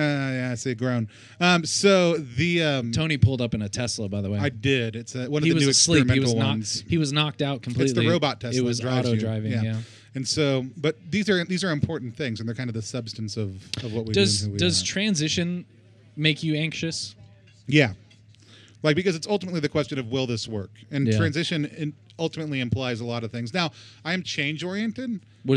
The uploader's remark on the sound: We recorded a live variety show at the Small Brew Pub in downtown Dallas.